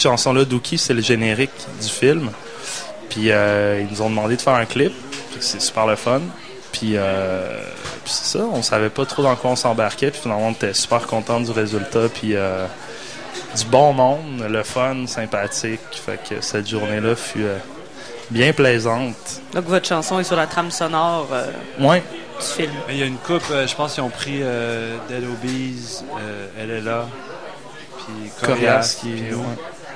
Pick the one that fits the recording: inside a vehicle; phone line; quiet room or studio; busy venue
busy venue